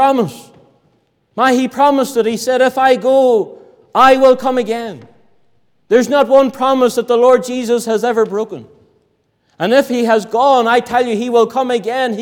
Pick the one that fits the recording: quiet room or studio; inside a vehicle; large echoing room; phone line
large echoing room